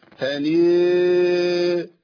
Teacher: دي ياء مرققة، ياء مادية، ما ينفعش ان انا اقول هنيئا، لا كده انا رحت ناحية الالف وبحقق الياء، يعني بقى حرف بين الياء والالف، وهذا خطأ. هي هنيئا مريئا، بس خلصت الشغلانه، خلصت بايه؟